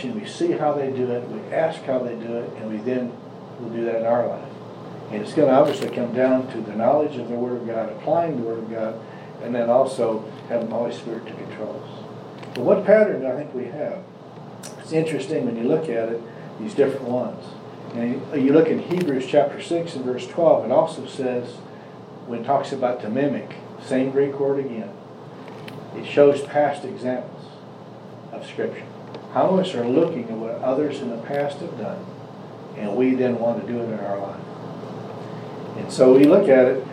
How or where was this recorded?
live audience